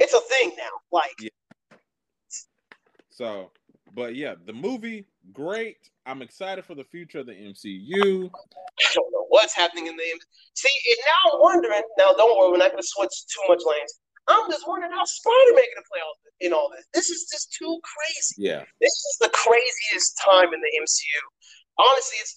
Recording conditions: drop-outs